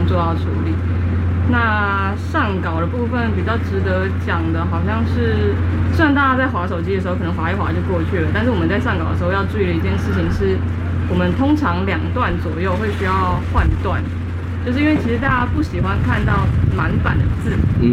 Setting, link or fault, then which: setting, busy venue